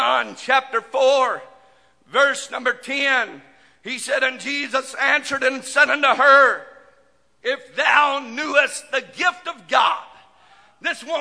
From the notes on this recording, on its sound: This message broadcast live from the First Pentecostal Church of Silsbee, Texas.